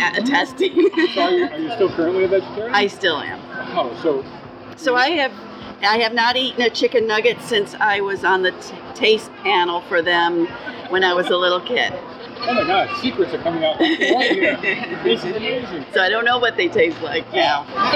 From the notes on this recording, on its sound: Recorded August 2018 at the New York State Fair.